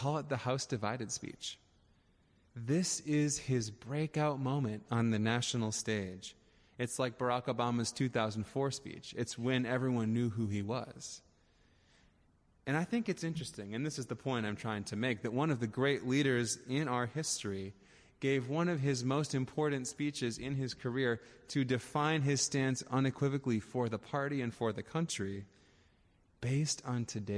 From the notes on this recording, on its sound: Audio recording of the sermon in Ellis Hall